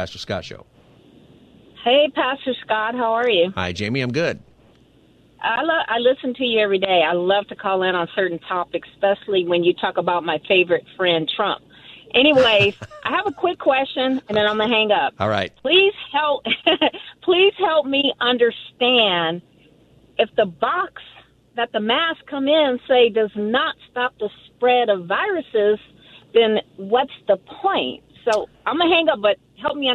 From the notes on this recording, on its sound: Listeners call in to respond.